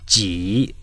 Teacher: Ji, low dipping tone, means squeeze.